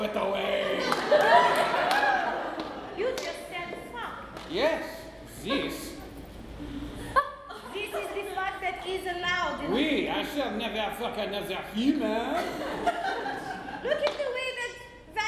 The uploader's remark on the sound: 2016 Oktoberfest (Live). Live, uncensored, and completely improvised episode recorded last year at our soon-to-be-annual Oktoberfest show.